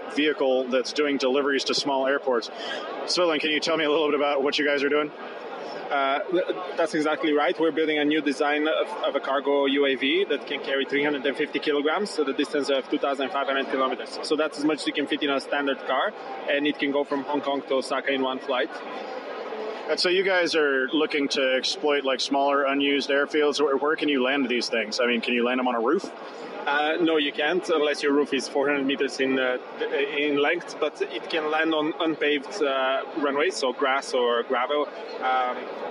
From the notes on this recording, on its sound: Hits the RISE tech conference in Hong Kong and hears pitches on vegan cryptocurrency, fog computing and big data for shrimp farmers.